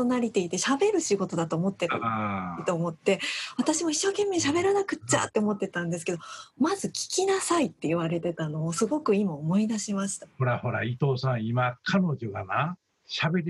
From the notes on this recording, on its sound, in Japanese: 今回は、なんと初のZOOM収録を4月21日に行いました。